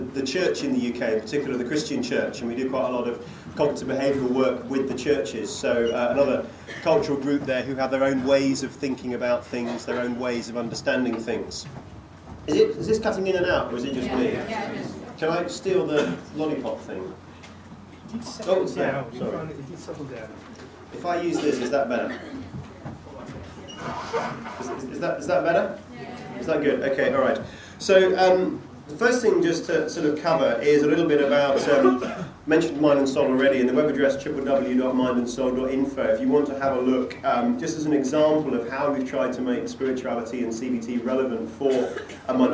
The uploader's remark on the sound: A talk given at a conference in London